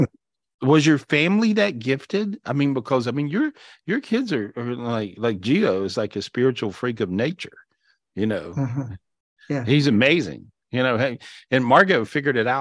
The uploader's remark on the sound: This was recorded LIVE on Zoom on September 30th, 2023.